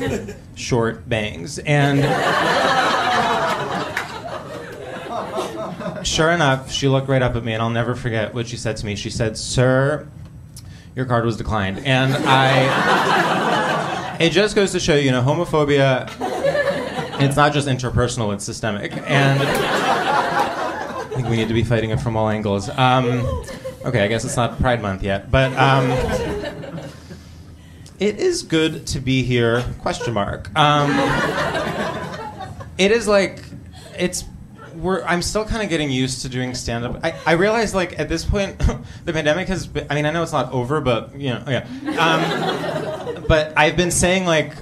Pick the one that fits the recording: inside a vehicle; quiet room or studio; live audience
live audience